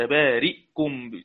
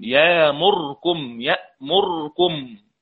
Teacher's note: إسكان آخر حرف قبل الضمير سواء كان الهمزة أو الراء